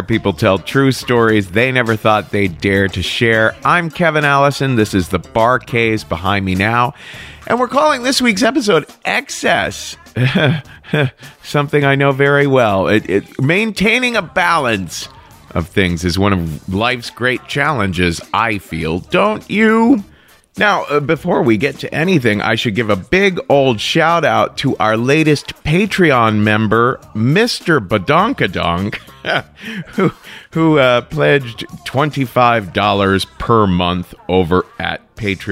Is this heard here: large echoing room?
no